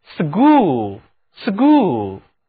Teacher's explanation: 当我们把一个字母 S 放在它前面，这个 S 发 S 这样一个音的时候， CH 读音就要浊化成 G,G。